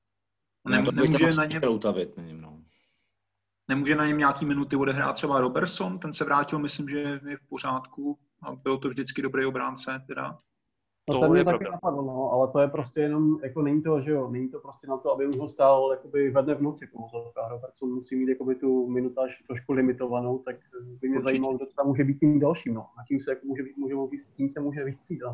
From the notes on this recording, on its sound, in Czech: Na dálku přes zoom probírala trojice basketbalových expertů.